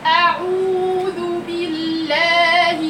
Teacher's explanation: دي عين ضمتها كامله وبعدها واو ماده طبيعيه حركتين، ليه كلتيهم؟ عندك عين مضمومه وواو ماده طبيعي بعدها وذال مضمومه